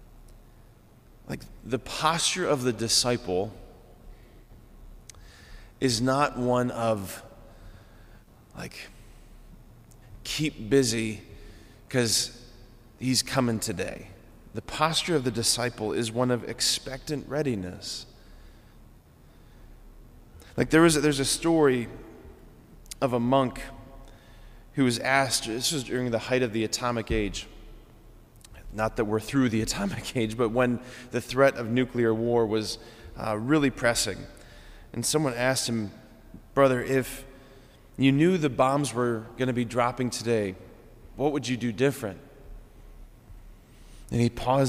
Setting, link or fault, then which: setting, large echoing room